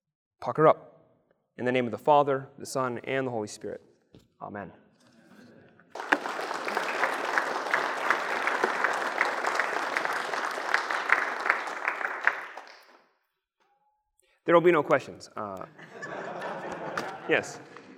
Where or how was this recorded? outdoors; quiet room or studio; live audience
live audience